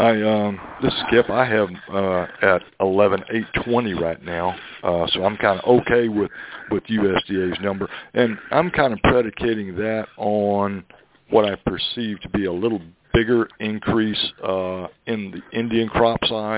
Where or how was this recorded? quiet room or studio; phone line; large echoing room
phone line